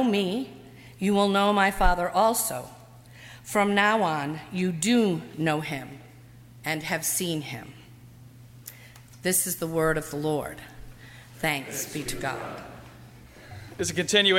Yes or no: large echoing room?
yes